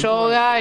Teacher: como tenemos el yeísmo del Río de la Plata, decimos yoga